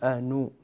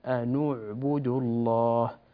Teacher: لابد أن تضم النون ضمة كاملة صحيحة